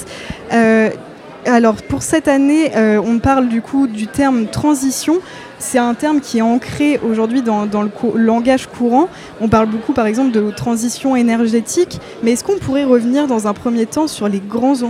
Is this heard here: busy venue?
yes